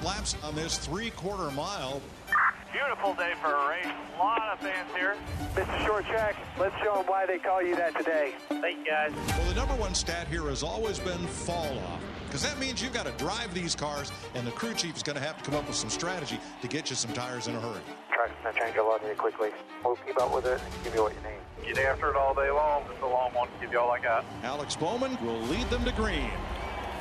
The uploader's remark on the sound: comes to you live from the El Paso County Raceway